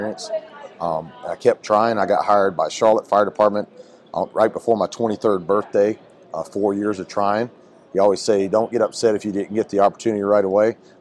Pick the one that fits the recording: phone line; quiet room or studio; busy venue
busy venue